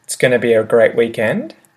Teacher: And you'll notice that I turned it into a TS sound at the start. I got rid of the I, so it becomes, it's going to be a great weekend.